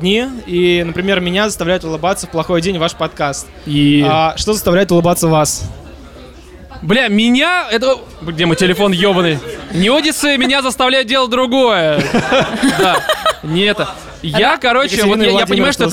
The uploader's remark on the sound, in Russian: потом они перемещаются на московскую сходку слушателей, где и начинается самое интересно — live-запись под пиво и поздравления